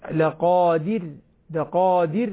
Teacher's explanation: ترقيق الراء أخذها من رأس اللسان دون قلقلة